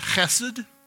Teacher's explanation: it's the word chesed, and you have to put that in the back of your throat. · Term: guttural part